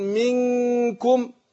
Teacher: ليس بين الميم والكاف إلا غنة، ليس بين الميم والكاف في كلمة منكم هنا إلا غنة. · Term: الإخفاء